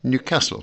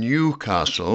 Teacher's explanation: with the stress on the second syllable and a short E in the first · Shown in: first take · Not in Newcastle, stressed on the first syllable with its long E.